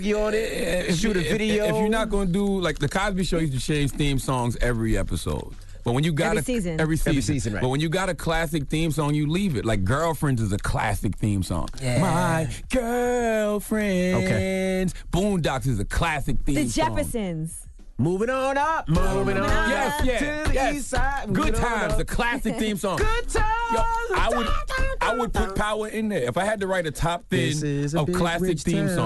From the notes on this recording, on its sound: we opened up the phone lines